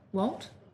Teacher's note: One way for her to ask for an employee's opinion is simply to say his name with a rising intonation or tone.